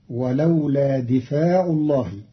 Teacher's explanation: قرأ قالون كلمة دفع بكسر الدال وفتح الفاء بعدها فتصير ولولا دفاع الله